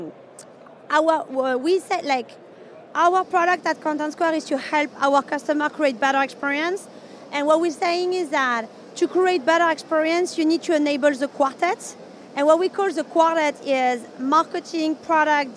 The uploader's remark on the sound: joined live from the #SaaStock2023 Podcast Stage